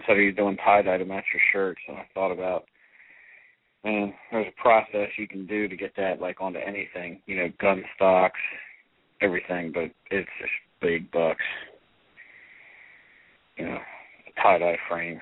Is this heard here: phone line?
yes